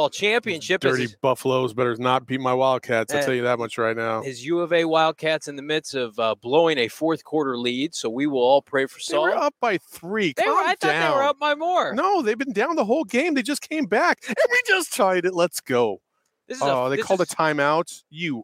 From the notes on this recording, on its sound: live from the combine in Indianapolis